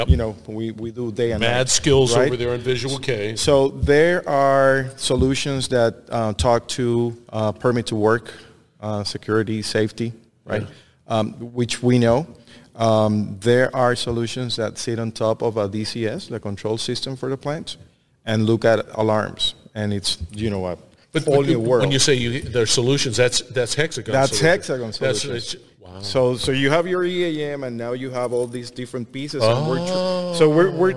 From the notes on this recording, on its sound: Industrial Talk is onsite at Hexagon LIVE. Hexagon live is a big event.